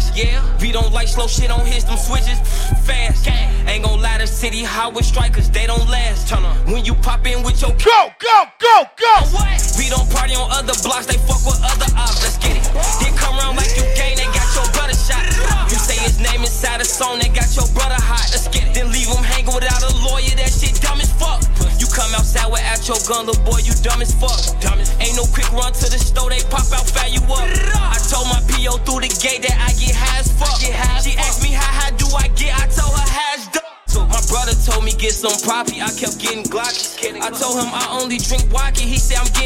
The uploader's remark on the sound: PRIVITE PARTY LIVE AUIDO